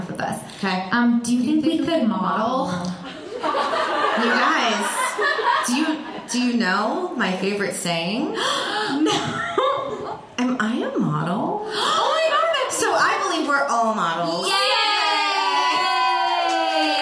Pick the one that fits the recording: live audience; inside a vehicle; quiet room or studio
live audience